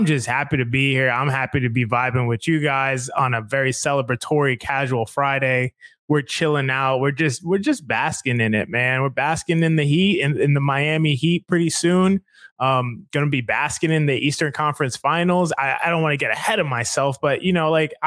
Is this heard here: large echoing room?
no